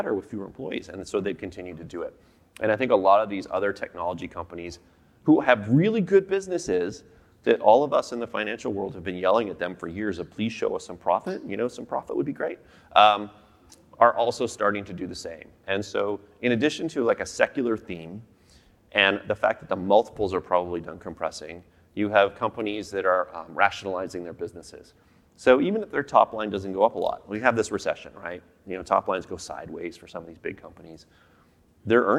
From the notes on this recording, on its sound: Sessions ran both onstage in Vancouver to a live audience, and from our Toronto studio for a crowd of thousands more online. Speaking of that live audience, you will hear a few references to slides that were shown to the room.